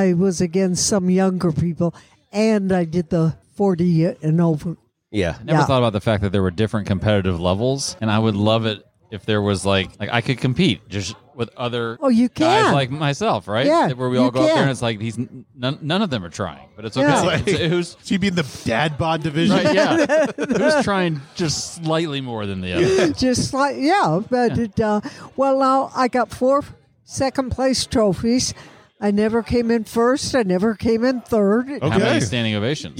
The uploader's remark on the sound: Recorded Live at the Punchline Comedy Club During the World Series of Comedy.